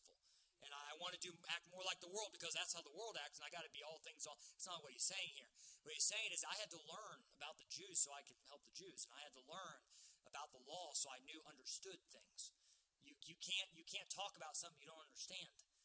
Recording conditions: large echoing room